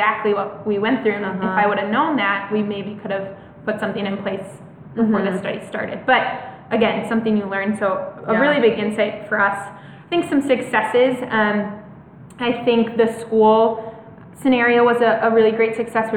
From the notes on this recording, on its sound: LIVE from the One Accord Forum in Ridgecrest, NC